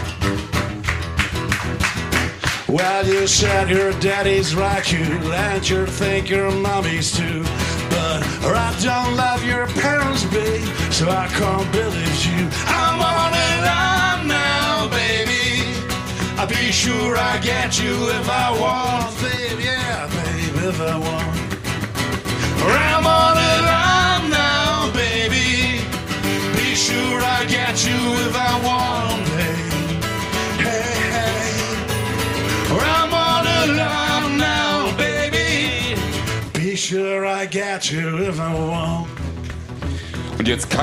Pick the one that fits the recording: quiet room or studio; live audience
live audience